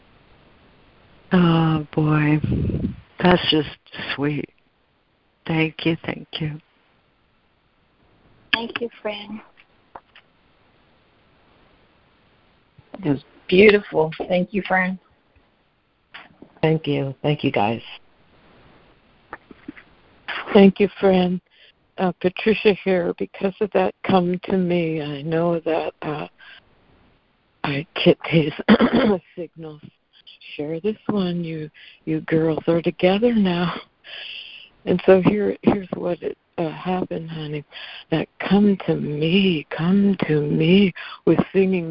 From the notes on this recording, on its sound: ACIM Daily Conference Call